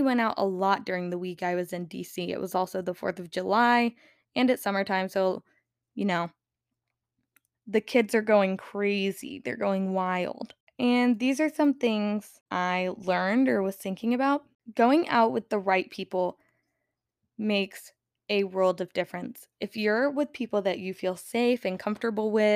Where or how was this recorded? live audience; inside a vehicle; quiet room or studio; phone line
quiet room or studio